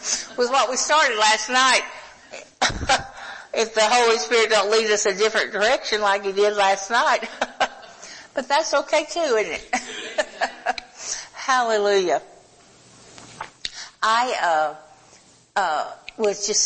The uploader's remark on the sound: Recorded Live in Holiday, FL. HOLY SPIRIT CONFERENCE 2021.